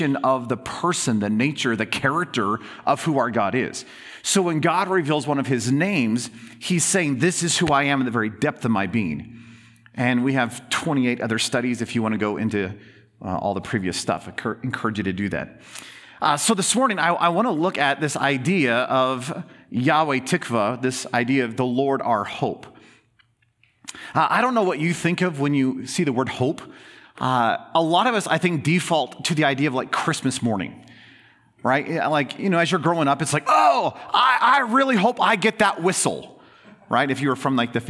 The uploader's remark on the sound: In this special bonus episode, recorded as a Sunday sermon.